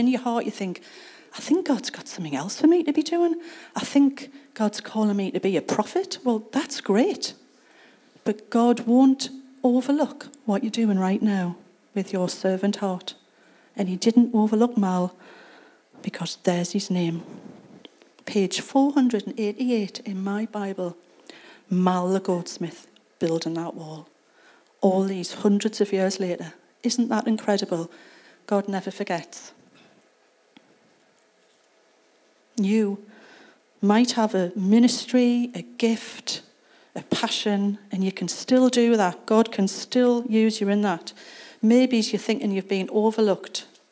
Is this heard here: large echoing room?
yes